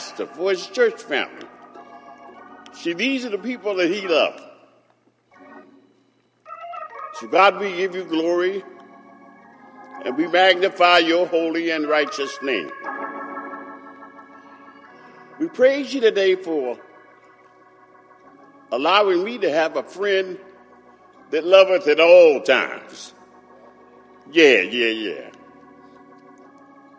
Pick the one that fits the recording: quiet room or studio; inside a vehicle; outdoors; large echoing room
large echoing room